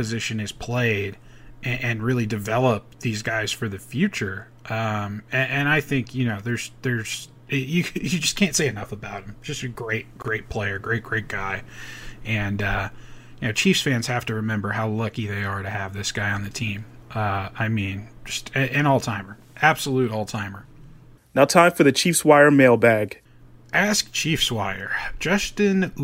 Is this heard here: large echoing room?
no